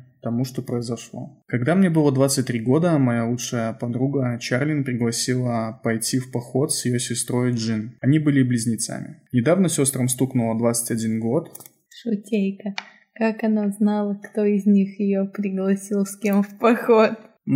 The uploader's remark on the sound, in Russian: Звук в этом подкасте немного некачественный.